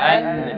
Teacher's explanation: ميزة حرف الميم والنون ان هو بينخفض اقصى الحنك